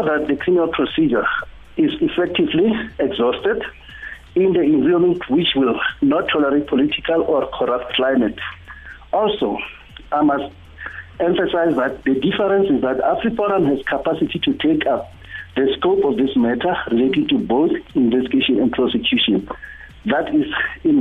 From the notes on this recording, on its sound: PHONE INTERVIEW.